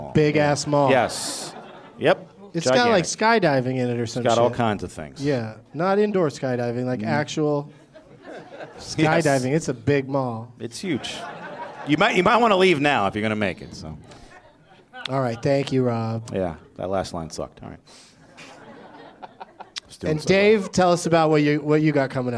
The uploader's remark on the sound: Live from the Improv in Orlando.